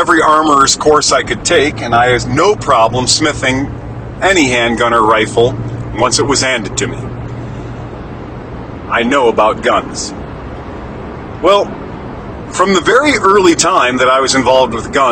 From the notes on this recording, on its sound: Recorded in the Truck while doing deliveries.